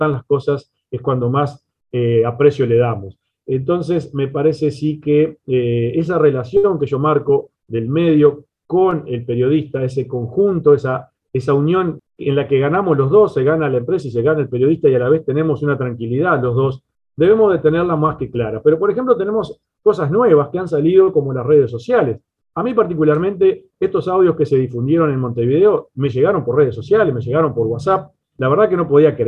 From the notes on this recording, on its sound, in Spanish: Mesa Redonda Virtual